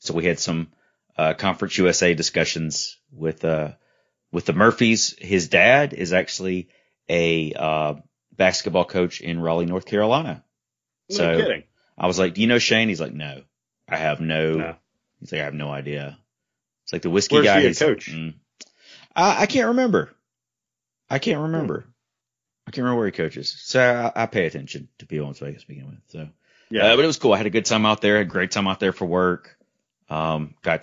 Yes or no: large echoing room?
no